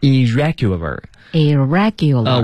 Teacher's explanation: 两个 R 只读成一个，并且和后面词根当中那个辅音进行一个连接的读法。哎，对，它所以它自身是不发音的，它这个 double 音